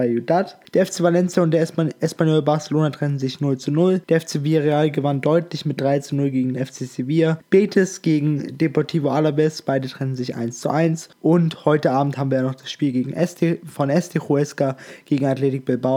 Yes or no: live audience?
no